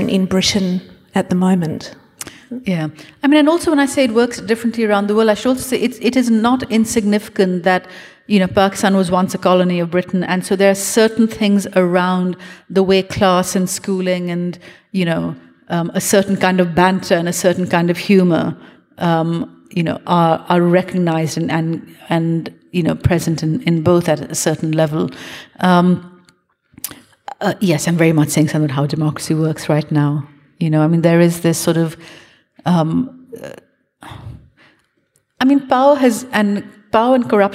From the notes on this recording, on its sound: This event was recorded on Wednesday 9 November 2022 at The Capitol as part of the Wheeler Centre’s Spring Fling program.